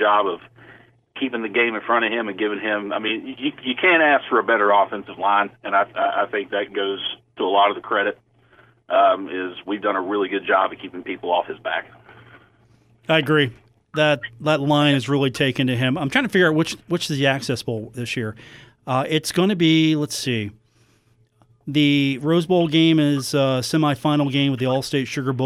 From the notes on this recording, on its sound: your phone calls